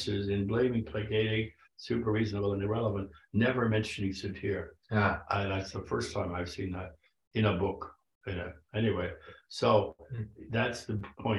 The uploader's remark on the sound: at the 2023 Virginia Satir Global Network online conference